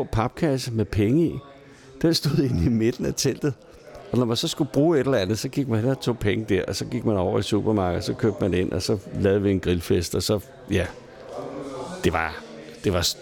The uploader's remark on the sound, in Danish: Optaget på Fingerbøllet, Christianshavn.